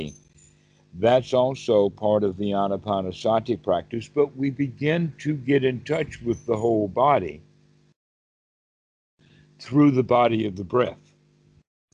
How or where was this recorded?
video call